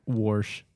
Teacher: instead of saying wash, you put an R in it.